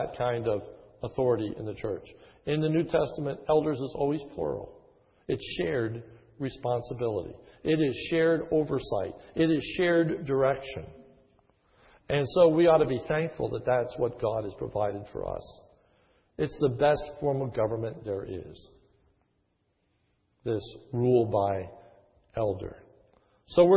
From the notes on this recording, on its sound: This is a sermon recorded at the Lebanon Bible Fellowship Church, in Lebanon, PA, on 9/4/2011 during the morning service. Was given on the occasion of installing a new Elder.